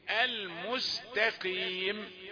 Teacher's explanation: نحافظ على ترقيق التاء وليس مبررا أن بجوارها قاف، فالقاف مفخمة أيضا في آخر درجات يعني لن تعاكسنا.